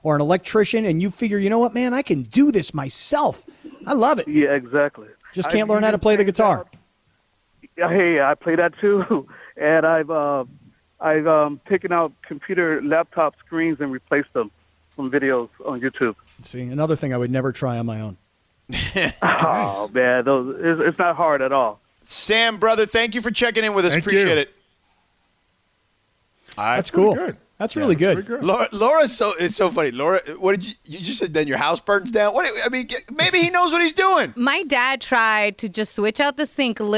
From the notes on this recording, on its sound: called in and shared what he’s learned